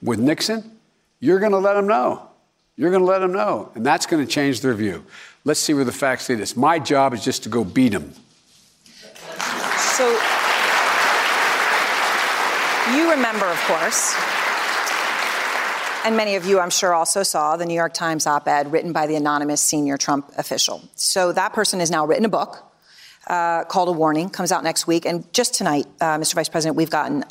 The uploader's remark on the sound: During a live town hall.